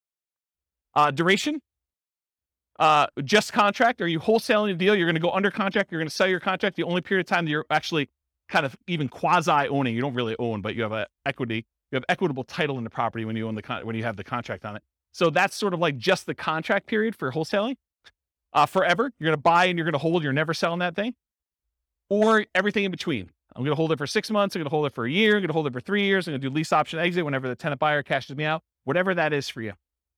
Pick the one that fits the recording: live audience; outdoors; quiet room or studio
live audience